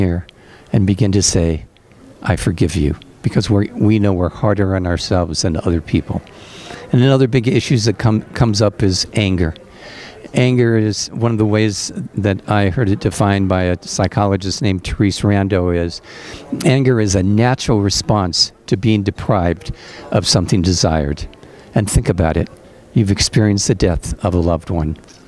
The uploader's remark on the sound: At the 46th Conference of The Compassionate Friends